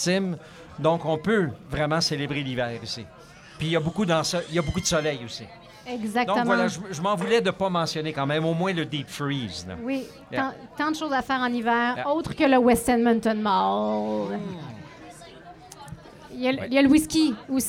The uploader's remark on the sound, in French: En direct du Festival flying canöe volant. Enregistré devant public. Au Café bicyclette de la Cité francophone dans le cadre du festival Flying Canoë Volant.